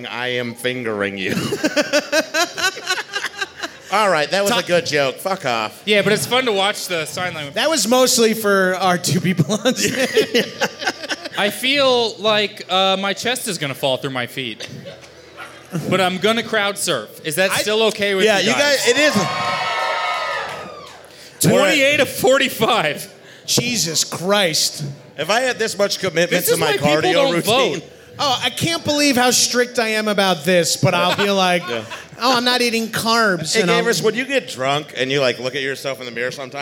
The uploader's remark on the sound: At Bonnaroo LIVE. To get drunk in front of the livest, sweatiest, and loudest comedy tent at Bonnaroo.